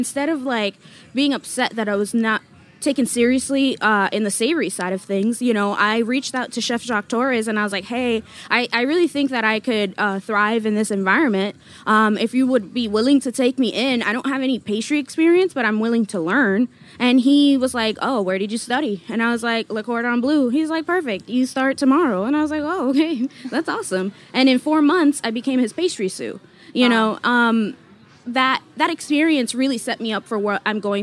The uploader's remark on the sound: at Charleston Wine + Food 2022